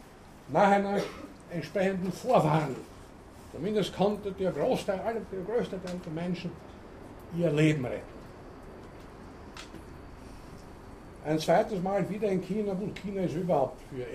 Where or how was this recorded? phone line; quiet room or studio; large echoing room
large echoing room